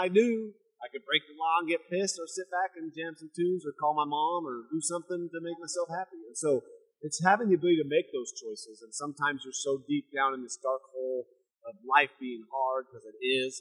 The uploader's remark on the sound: Forgive the sound quality - I had a piece of equipment break right before this interview. I had to scramble to get this going.